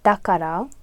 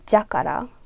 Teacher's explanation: I guess a lot of the da becomes ja · Shown in: second take